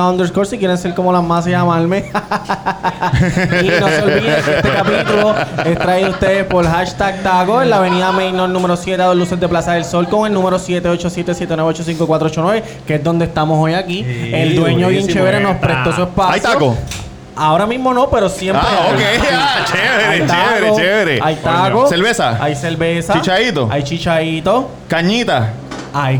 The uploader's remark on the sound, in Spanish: El Cuido Podcast LIVE. Nos fuimos para #TACOS e hicimos un LIVE.